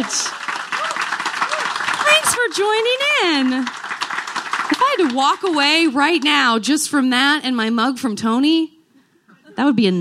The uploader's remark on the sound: Enjoy the gentle rocking of this special live episode, recorded for the first time ever on a boat. Live at JoCo Cruise.